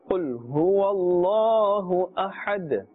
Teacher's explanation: Qul is with a qaf, and qaf is part of the huruf musta'aliya, therefore it must be pronounced with a thick tone. Do not confuse this with the kaf.